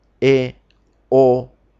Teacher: Las vocales E, O, la abertura es una abertura media de la boca